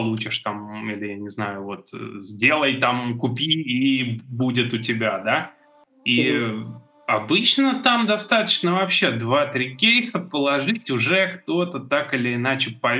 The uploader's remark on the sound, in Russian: Простите, пожалуйста, за звук Записывали дистанционно из разных городов, больше так не будем!